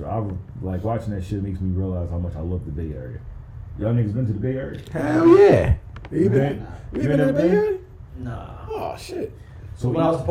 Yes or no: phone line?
no